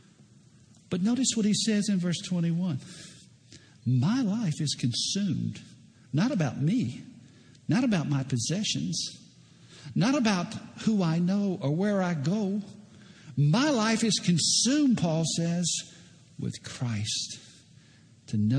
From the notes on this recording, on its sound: preached at Lake Oconee Presbyterian Church.